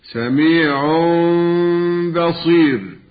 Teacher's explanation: الغنة بمقدار حركتين في الميم المخفاة التي جيء بها مكان النون الساكنة أو التنوين